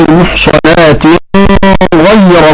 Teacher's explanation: عند وصل كلمة محصنات بكلمة غير أخفى أبو جعفر النون في الغير مع الغنة، والباقون بالإظهار، نبه على ذلك الإمام المزدري بقوله وغنة يا والواو فزو بخا وغين لخفى سوى ينغب يكن منخنق ألا. · Term: بالإخفاء